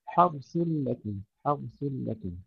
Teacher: تفخيم الراء وتحقيق الثاء